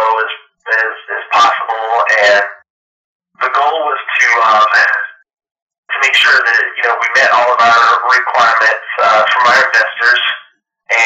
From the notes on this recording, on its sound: Note: The audio quality of this episode was compromised by a poor recording device. We were working with translators and recording over the phone, which affected the quality.